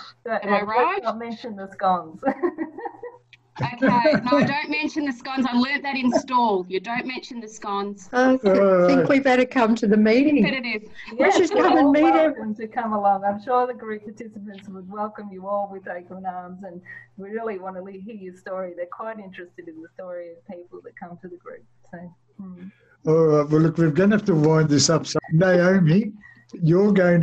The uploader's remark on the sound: We are chatting again via zoom.